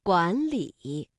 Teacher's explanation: 当两个赏声字相连的时候，第一个字要发声变调，读二声阳平